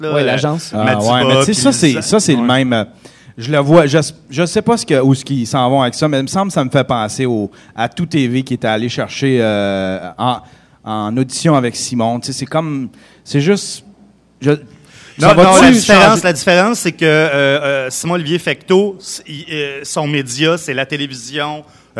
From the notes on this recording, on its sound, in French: Parlons Balado special GeekFest mtl 2015. Notre premier live en direct du geekfest pour le podcast mania.